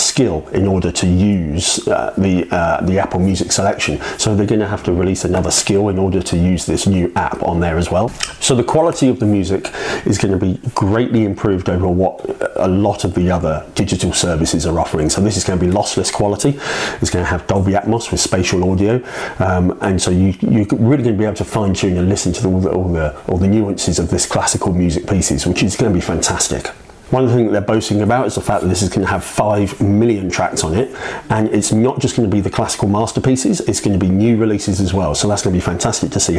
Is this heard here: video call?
no